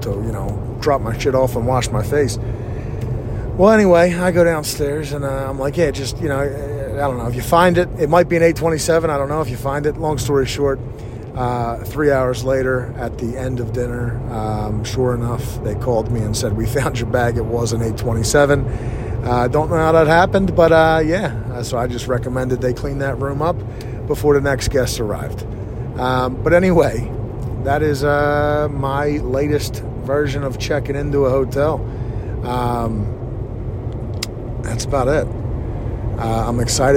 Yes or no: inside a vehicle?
yes